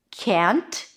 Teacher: Remember that can't always has the full vowel, the as in cat, can, even though the T is barely noticeable.